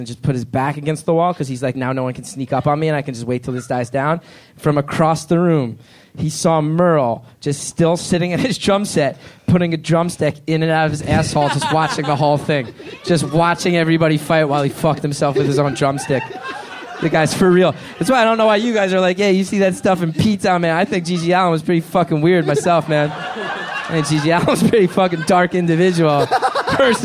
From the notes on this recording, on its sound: This first episode was recorded live at UCBEAST as part of the CBGB Festival.